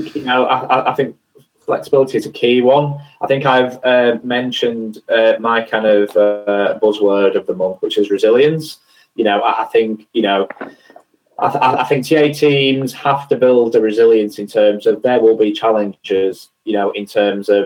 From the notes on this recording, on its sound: I hosted a webinar organised by Attrax. I'm delighted to be able to bring you the live audio recording we made of the webinar.